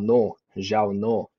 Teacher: sometimes I even hear people drop like the N, the NG at the end, and they even say like uh, no, Zhao no.